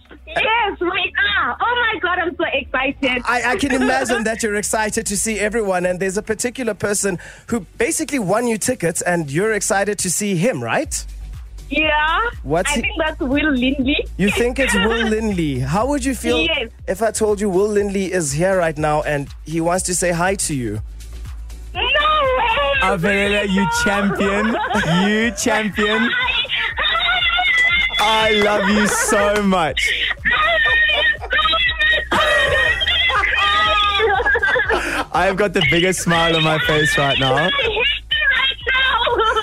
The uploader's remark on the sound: Makes super-fan cry with surprise phone call. Live in the studio. They then decided to phone a super fan who won tickets to the concert.